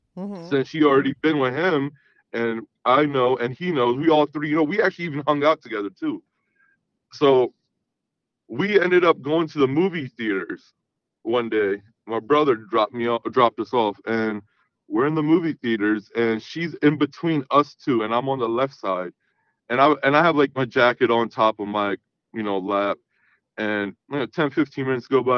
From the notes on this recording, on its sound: he called in to talk all about it